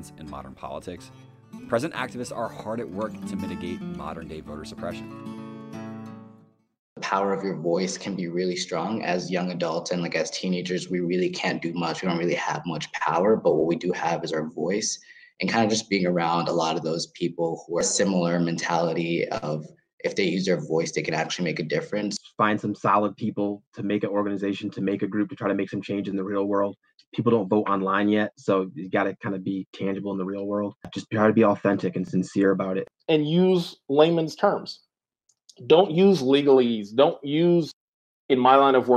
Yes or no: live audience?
no